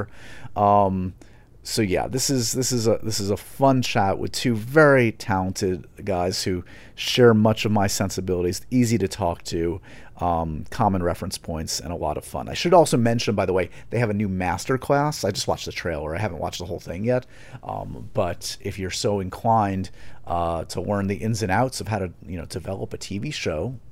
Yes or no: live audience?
no